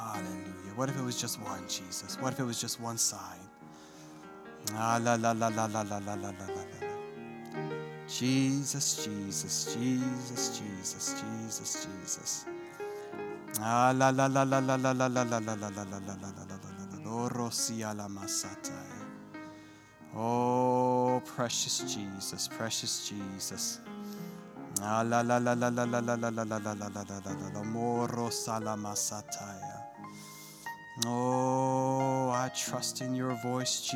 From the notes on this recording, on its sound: This sermon was recorded live on November 21st, 2021, at Newark United Pentecostal Church.